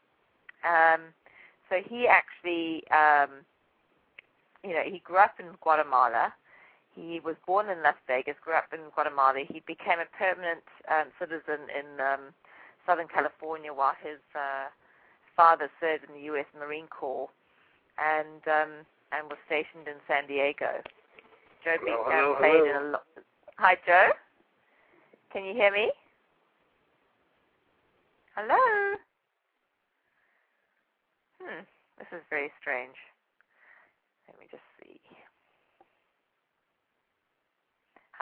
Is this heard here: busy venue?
no